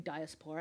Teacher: Putting the emphasis on the spore.